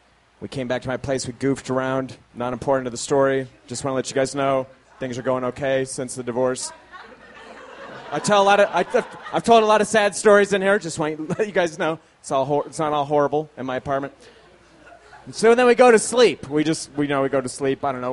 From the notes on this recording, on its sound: These stories were recorded at The Deer Pile on August 15th, 2013 by our good friends at The Denver Diatribe .